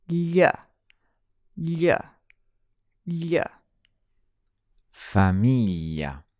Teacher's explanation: Then we have GL, ly, like in familia. It's a little bit like a l sound, but the tongue slides forward across the roof of the mouth again. So it's flat, sliding across the roof.